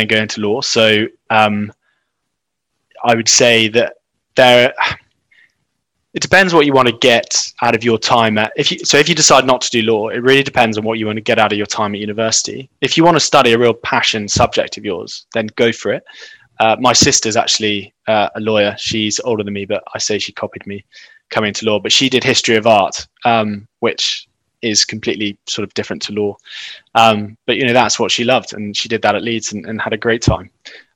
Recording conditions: video call